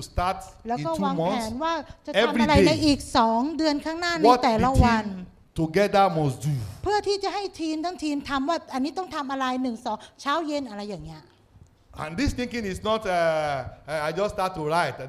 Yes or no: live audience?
yes